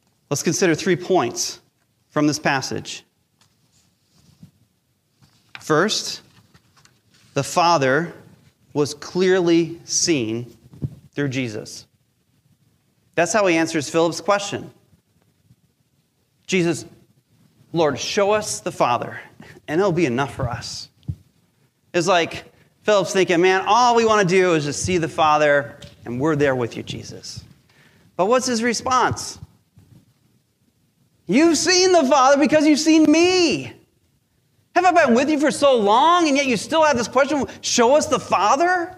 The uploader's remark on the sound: Recorded live during our Sunday Service.